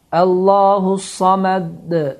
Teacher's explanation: dəl hərfi qalqala olundu. Yəni, iki dəfə tələffüz olundu